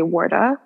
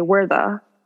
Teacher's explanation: But my name isn't spelled with the TH in the middle, but the D sound is pronounced more like a TH · Shown in: second take